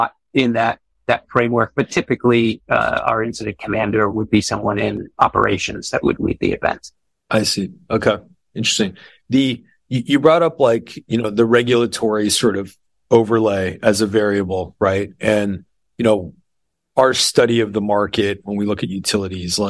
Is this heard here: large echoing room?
no